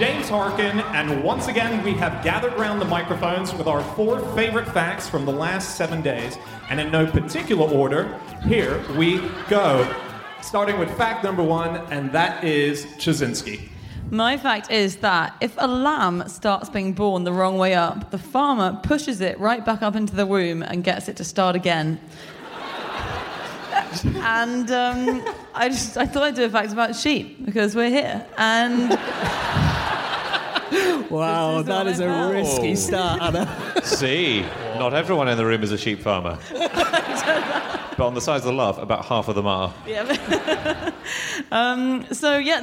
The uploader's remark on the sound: Live (partly at least) from the Wellington Opera House